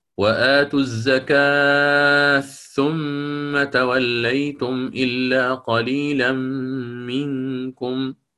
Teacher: من قرأ بالإدغام قال بتقارب المخرجين التاء والثاء